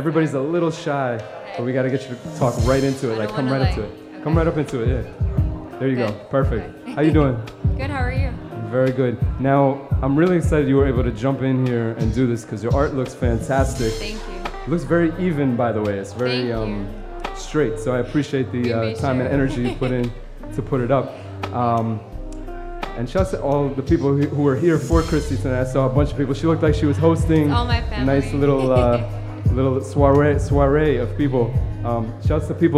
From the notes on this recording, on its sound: Originally broadcast live on September 6, 2018 from the storefront of Kinfolk 90 in Williamsburg, Brooklyn, New York City. Broadcast live on WAXX.fm.